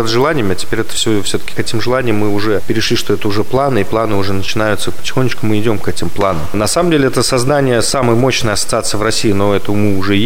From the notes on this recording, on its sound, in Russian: Записанный на CHEFS TEAM FEST. Chefs Team Fest. Москва. Записанный на CHEFS TEAM FEST.